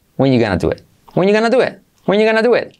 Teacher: La T de it casi no se pronuncia. All right. Number 7.